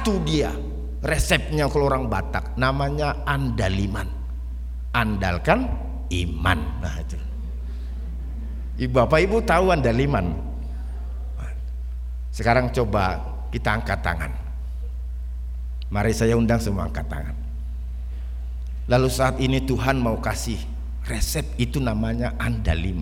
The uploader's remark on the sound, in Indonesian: RSK 98.6 FM. Rekaman ibadah Minggu pagi.